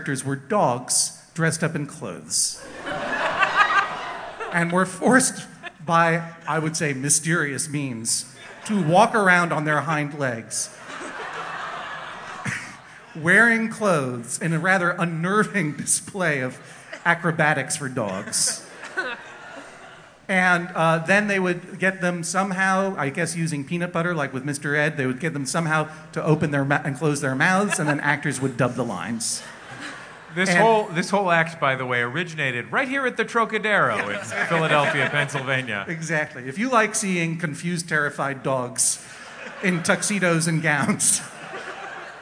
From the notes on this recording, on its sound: Taped in front of a live audience at the Trocadero Theatre in Philadelphia, PA. During the Tour of Live Justice!